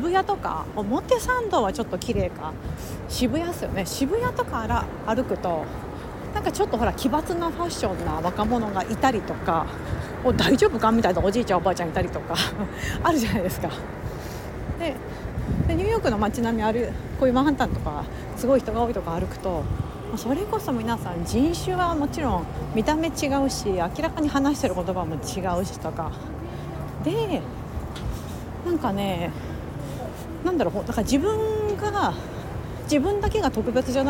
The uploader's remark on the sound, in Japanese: NYを歩きながら雑談。